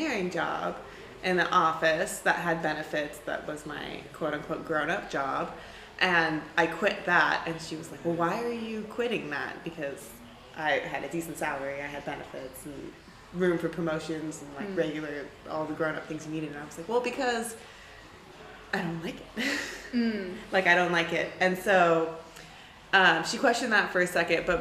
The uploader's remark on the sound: This episode was recorded in a noisy hostel common area, sorry for the background noise!